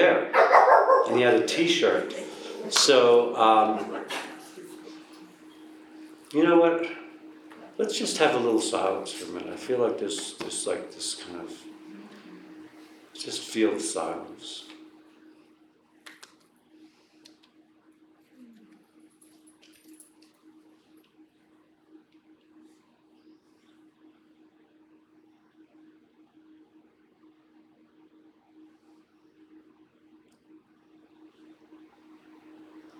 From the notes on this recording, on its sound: This episode was recorded at Prescott Unitarian Universalist Fellowship ( PUUF ).